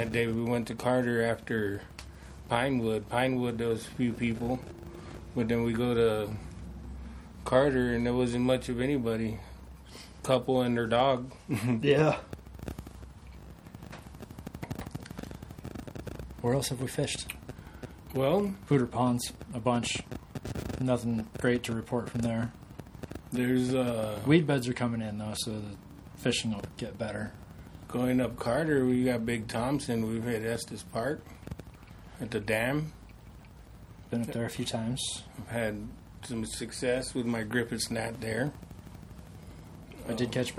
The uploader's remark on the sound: Apologies for the noise in this episode, we cannot figure out where it is coming from.